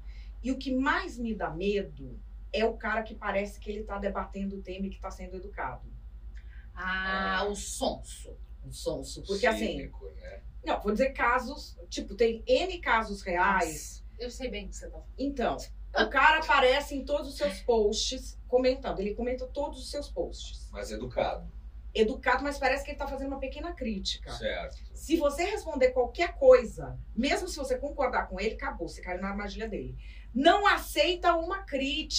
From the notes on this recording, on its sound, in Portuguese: Tivemos um pequeno problema na captação do áudio desse episódio.